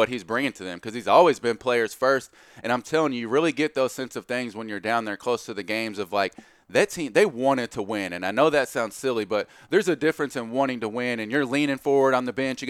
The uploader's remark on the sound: Live from New York, it's the Champions Classic at Madison Square Garden.